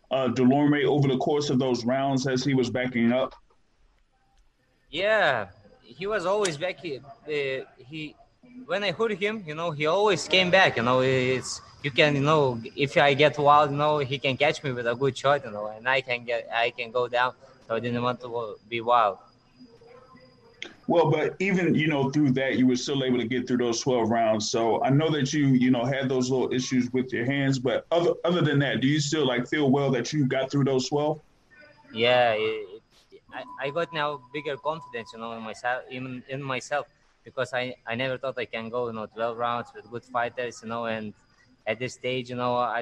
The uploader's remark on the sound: Post fight media conference